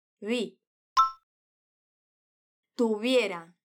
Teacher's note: Não fecha os lábios, só aproxima e tenta reproduzir o som do B. · fala esse V com o som de B do espanhol, aquele mais sutil porque a letra V está entre vogais.